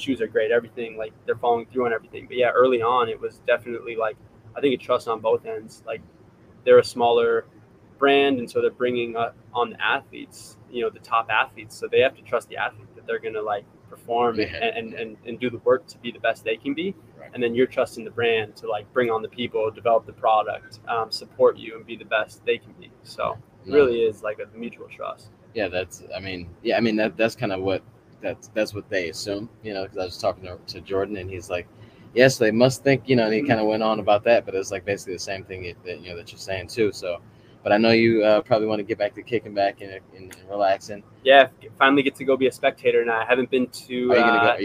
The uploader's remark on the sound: Live from Eugene OR at World Championships